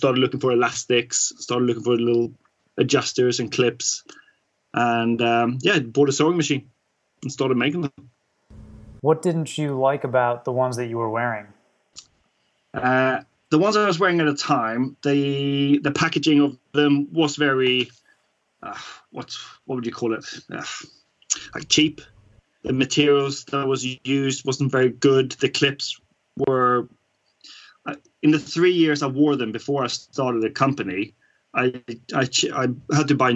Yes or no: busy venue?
no